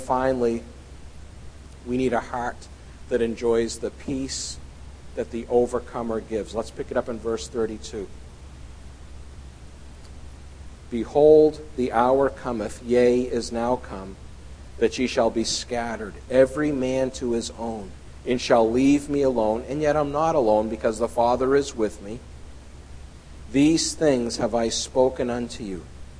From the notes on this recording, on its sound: at The People’s Church of Somerville, NB